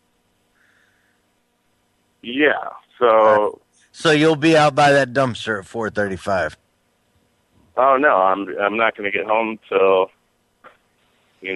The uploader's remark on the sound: Prank Phone Calls